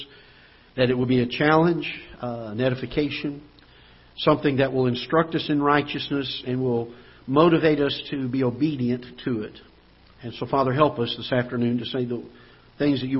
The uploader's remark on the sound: Ketha Heights Baptist Church ~ Live Broadcast